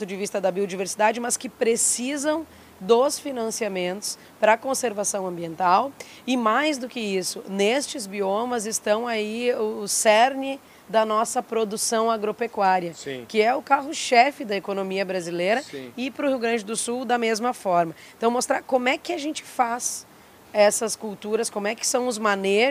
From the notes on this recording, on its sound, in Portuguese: Prosa gravada no ABEMA DAY, da Associação Brasileira das Entidades de Meio Ambiente, evento que contou com a presença de inúmeros associados e pessoas da sociedade civil durante a COP28, em Dubai.